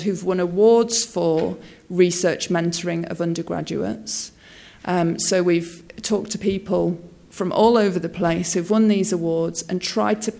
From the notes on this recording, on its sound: speaks at SRHE Newer and Early Career Researchers Conference 2016